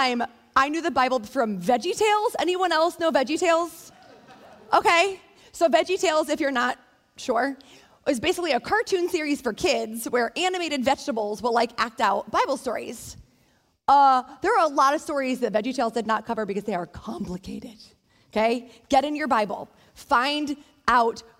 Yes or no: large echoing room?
yes